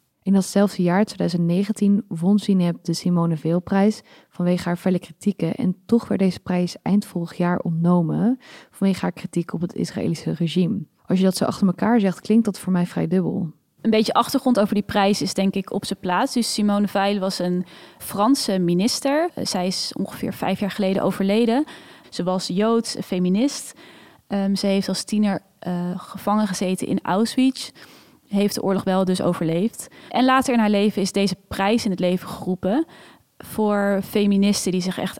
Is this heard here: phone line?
no